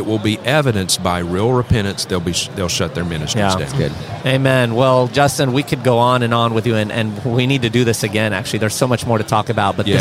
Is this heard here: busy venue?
yes